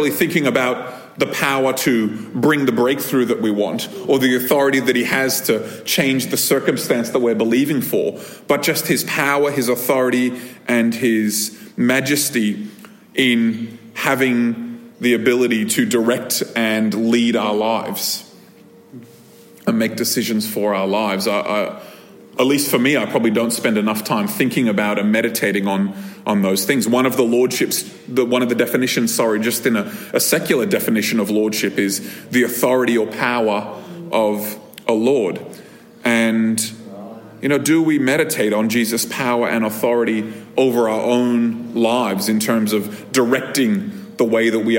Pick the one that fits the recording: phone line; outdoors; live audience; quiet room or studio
live audience